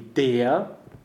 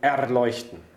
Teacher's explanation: there are two ways to deal with the R in German. The first is to ignore the R completely, like he said in der, or to actually roll it like erleuchten